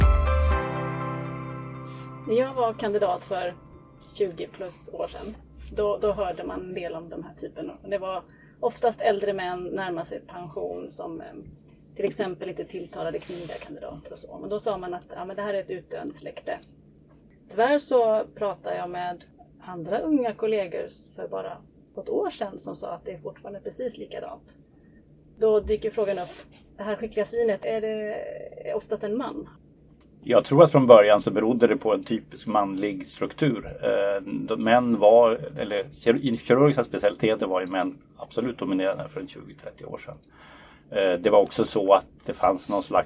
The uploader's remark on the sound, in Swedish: Vi har tyvärr lite problem med ljudet i detta avsnitt